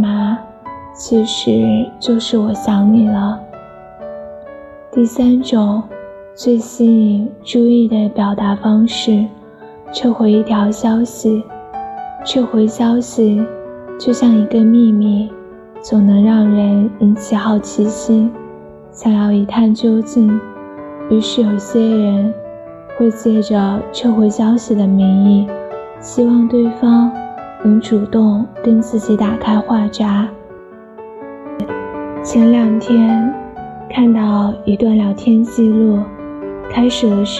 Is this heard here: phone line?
no